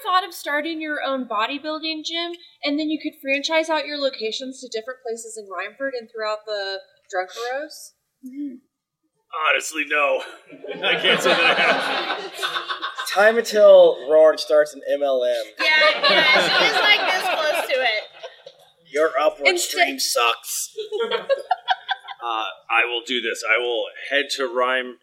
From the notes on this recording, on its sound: Thank you so much to everyone who came out for our GeeklyCon 2023 live show! It was a little different and I think the more personal touch really upped the energy on the stage.